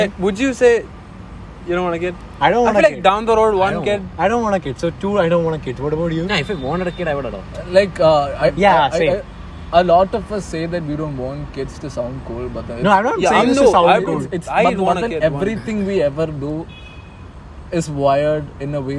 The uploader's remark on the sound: we recorded this episode in a cemetery